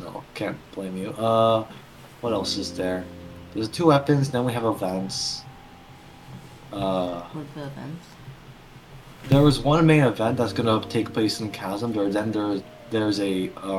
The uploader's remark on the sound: Random sounds in the background. Nobody knows how to keep their family quiet, apparently.